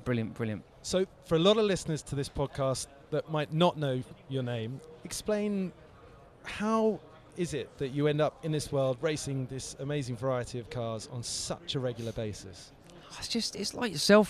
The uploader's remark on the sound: live at the Goodwood Revival